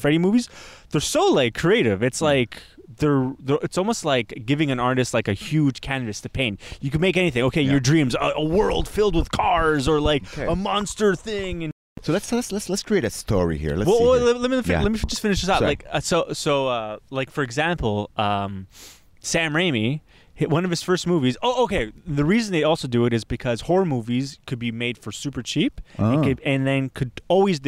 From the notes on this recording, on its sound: We record in a cemetery this week.